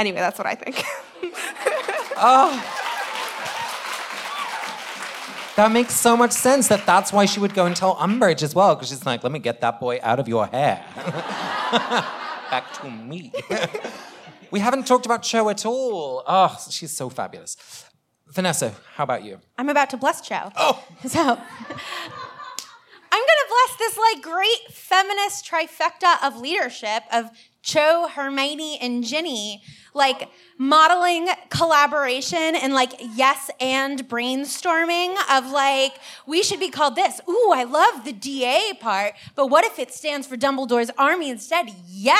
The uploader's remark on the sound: Live from Cambridge, MA. This week we come to you live from our Cambridge show.